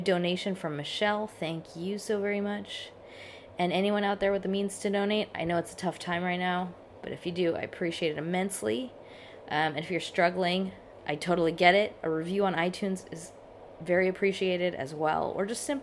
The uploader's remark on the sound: I couldn’t get into the recording studio thanks to said virus, so this one has a lot of background noise.